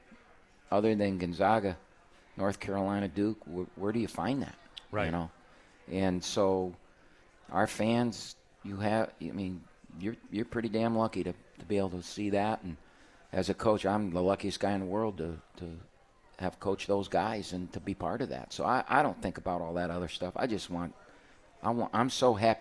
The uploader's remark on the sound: live from RJ's Pub in Rochester Hills!